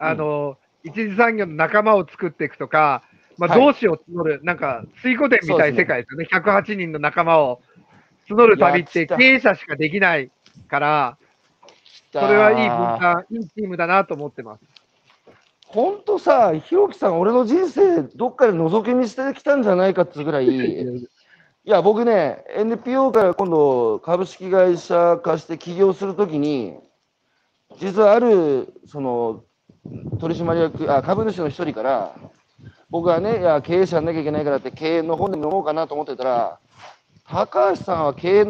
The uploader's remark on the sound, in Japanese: 歩きながら1時間、対談する